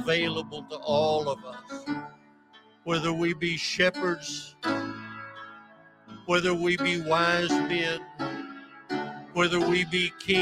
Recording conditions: large echoing room